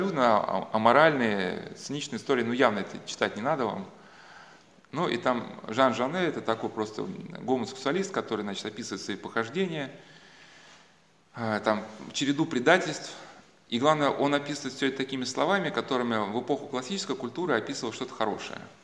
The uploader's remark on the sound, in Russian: На лекциях присутствовали воспитанника центра свт. Василия Великого (центр социальной адаптации подростков, находящихся в конфликте с законом).